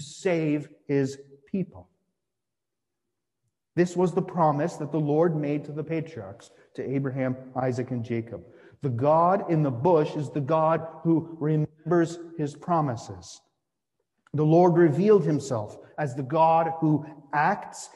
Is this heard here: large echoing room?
yes